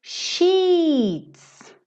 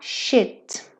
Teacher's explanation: Porque se você não fizer esse som comprido, sheets, você vai falar shit · Shown in: first take